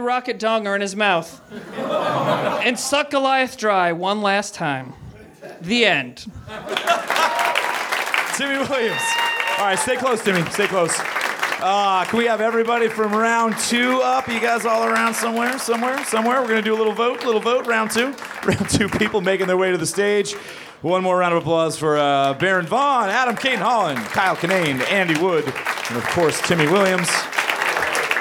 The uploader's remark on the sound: Recorded at Nerdmelt Theater on 8.12.12.